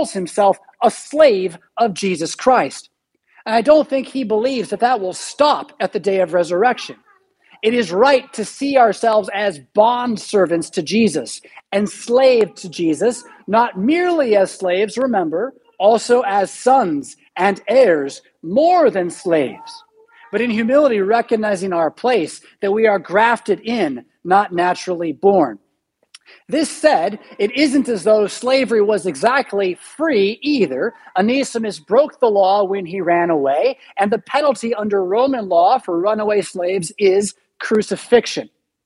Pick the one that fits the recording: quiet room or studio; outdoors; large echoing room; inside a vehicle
large echoing room